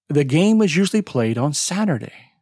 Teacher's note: The function words are the, is, on. Notice that the content words are louder and longer than the function words.